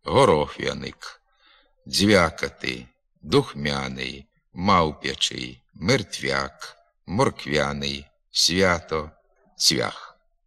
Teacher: Отже, губні приголосні перед правописними «я», «ю», «є», «ї» в українській мові вимовляються твердо. Виняток становлять кілька українських слів, у яких губні пом'якшуються перед звуком «а» на письмі перед буквою «я». Щоб показати цю м'якість, перед «я» не ставиться апостроф.